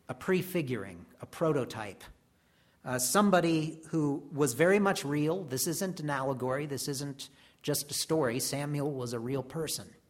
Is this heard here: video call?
no